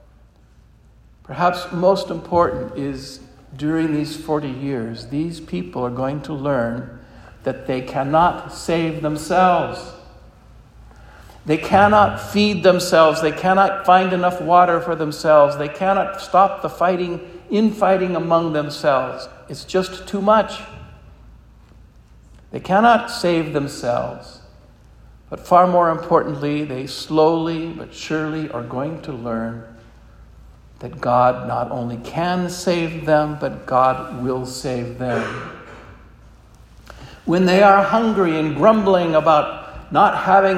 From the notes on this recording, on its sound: This homily was preached at Our Lady of Fatima Church in Spokane, Washington.